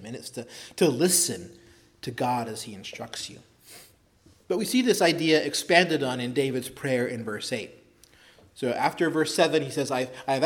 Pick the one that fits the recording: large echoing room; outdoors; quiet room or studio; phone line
large echoing room